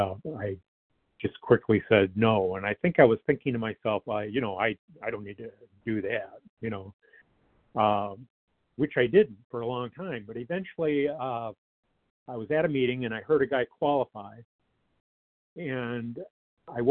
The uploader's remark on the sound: 100 Pounders Phone Meeting